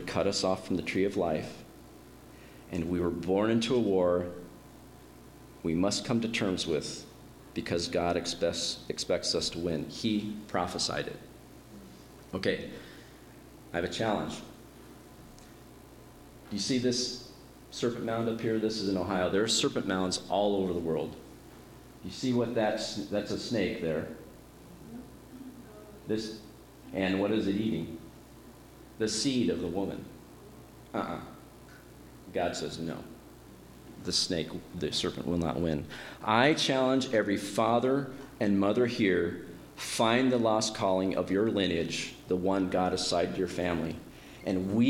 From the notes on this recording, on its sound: My dad preached today at our church. He recorded it.